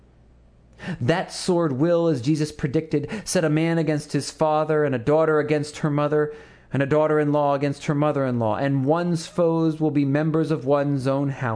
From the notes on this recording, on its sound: Sermon to his congregation of Christ Hamilton United on the Sunday immediately following the 2009 Churchwide Assembly of the Evangelical Lutheran Church in America.